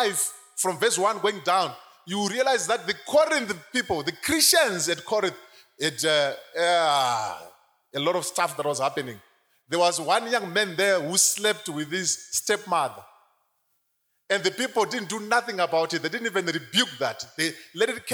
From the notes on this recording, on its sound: Sermon from our KFFA Conference (Easter Conference)